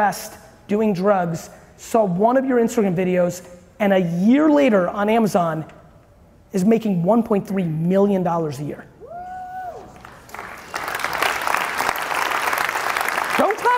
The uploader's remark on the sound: you get a throwback clip today from a keynote